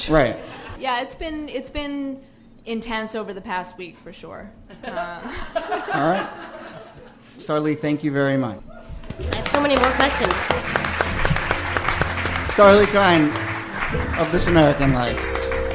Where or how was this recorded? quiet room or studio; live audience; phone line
live audience